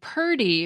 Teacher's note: people saying purdy for pretty, which is the result of a common linguistic phenomenon called metathesis, which just means switching the sounds of letters or syllables, and comes from a Greek word that means to transpose.